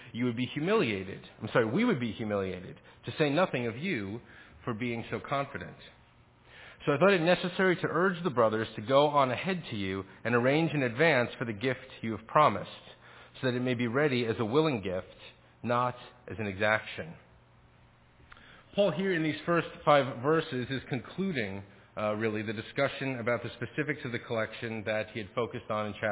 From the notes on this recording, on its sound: Faith Presbyterian Church – Evening Service